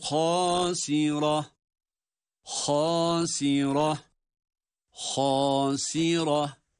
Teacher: Ha kalın, sin ince, ra kalın ve ha ile duruyoruz.